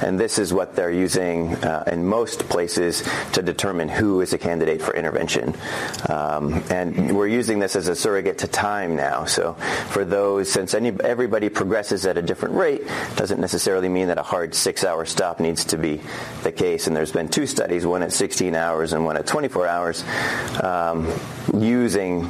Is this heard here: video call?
no